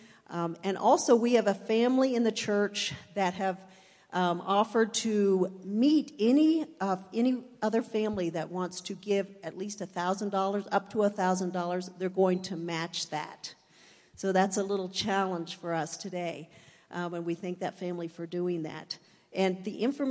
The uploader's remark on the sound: Woodland Life Church Live